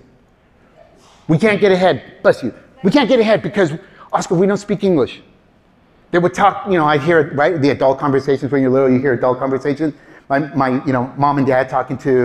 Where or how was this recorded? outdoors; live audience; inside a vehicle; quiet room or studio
live audience